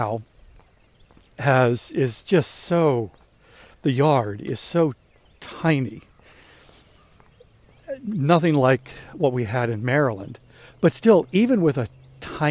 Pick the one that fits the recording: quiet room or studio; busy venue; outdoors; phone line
outdoors